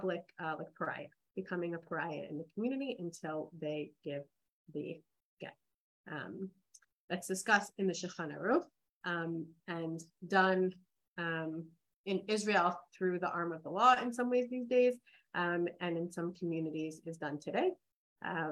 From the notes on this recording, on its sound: This audio was originally captured from Zoom